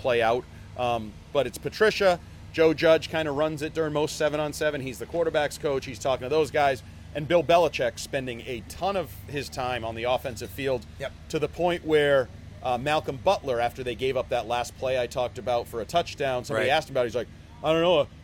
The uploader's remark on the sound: Live from Foxborough! LIVE from day two of Patriots training camp!